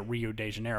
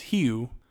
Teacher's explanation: But in Rio, beginning R's become an H, beginning O, ending O's become a U · Shown in: second take